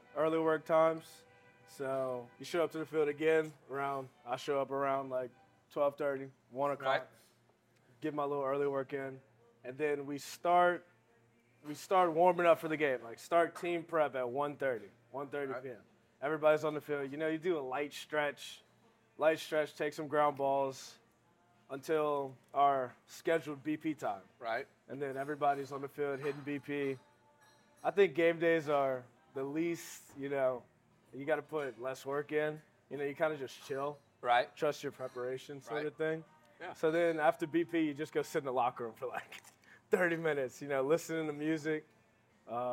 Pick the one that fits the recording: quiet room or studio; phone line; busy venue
busy venue